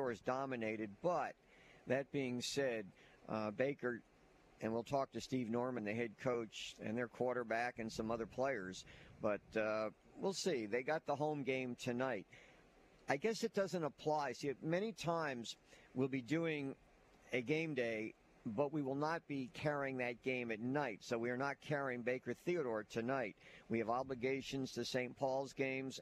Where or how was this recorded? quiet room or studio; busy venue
busy venue